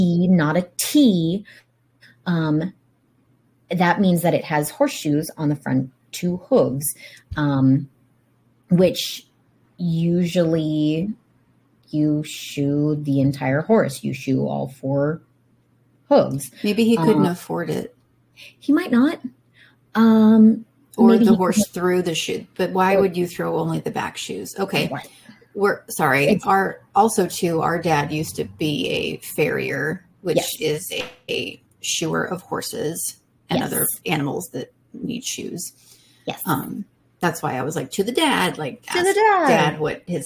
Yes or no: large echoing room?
no